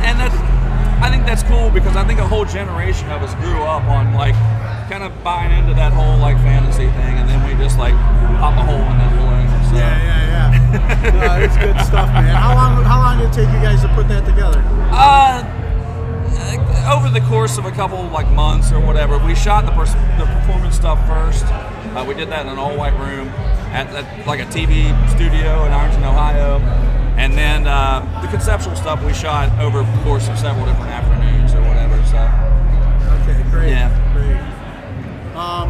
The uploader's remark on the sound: Sonic Temple Interview. Takes you to Sonic Temple Festival 2019, the inaugural event.